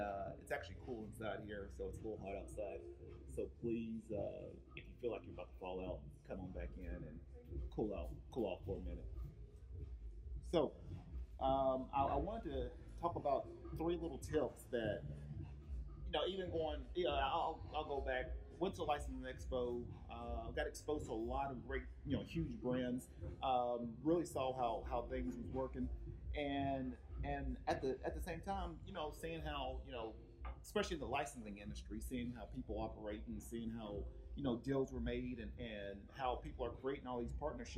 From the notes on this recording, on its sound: This was actually a previous FB Live recording over the weekend at the Alley Art Festival in Vista, California.